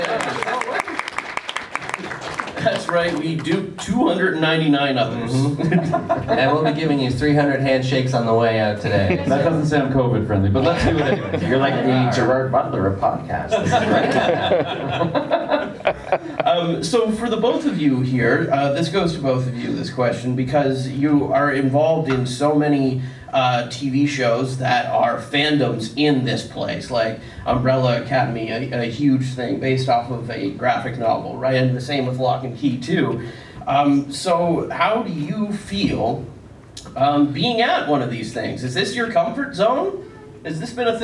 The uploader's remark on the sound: We’re live from Toronto Comic Con!